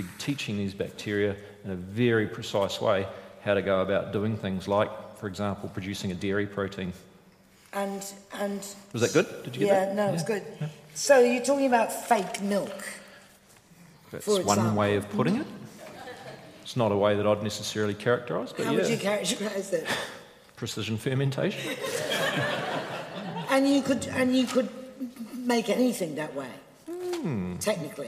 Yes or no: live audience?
yes